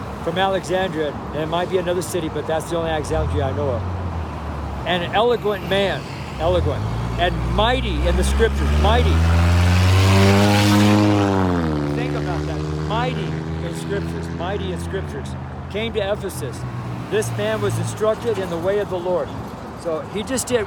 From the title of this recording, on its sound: STREET SERMON